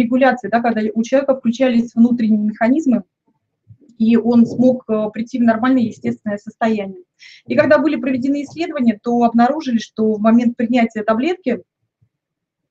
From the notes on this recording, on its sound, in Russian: Запись ТетаБинара.